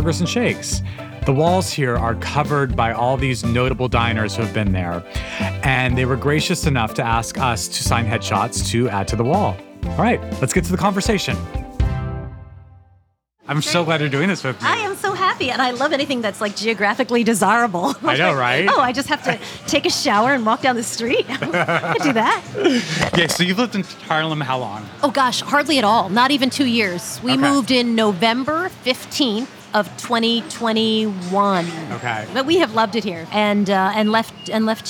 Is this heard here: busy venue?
yes